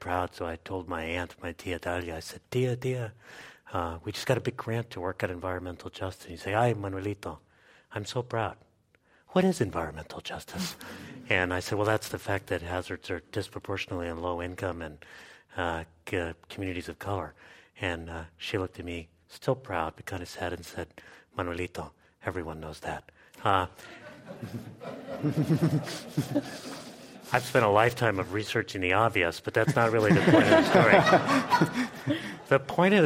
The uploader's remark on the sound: This program was recorded in front of a live audience at the Commonwealth Club of California on February 9, 2016.